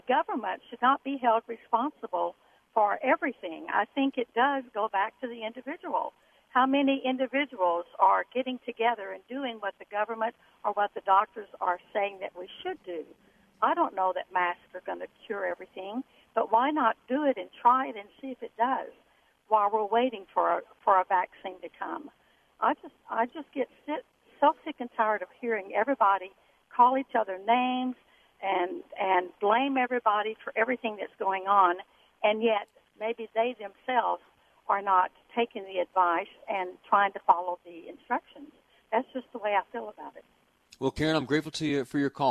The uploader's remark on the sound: We also hear live calls from listeners on the topic.